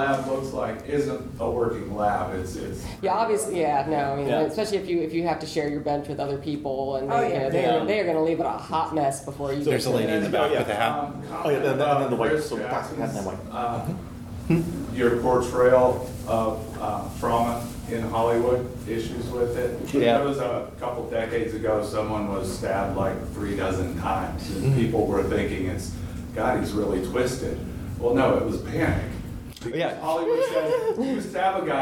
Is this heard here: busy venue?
yes